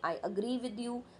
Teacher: ग्री सुनाई देगा, अ नहीं सुनाई देगा · Term: वीकेस्ट साउंड